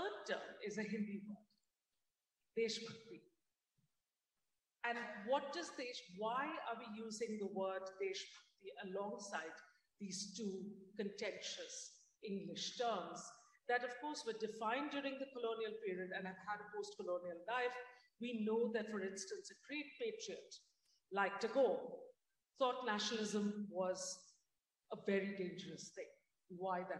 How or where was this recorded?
live audience